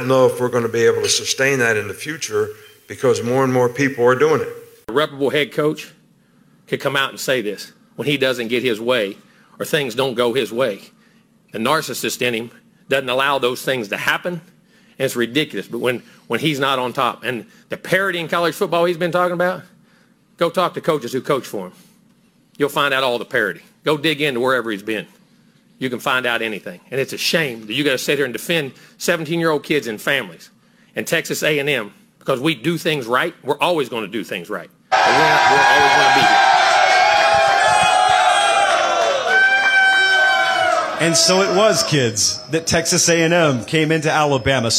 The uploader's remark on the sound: All that plus a loaded Q&A live from Tuscaloosa and added best bets on the Ramen Noodle Express.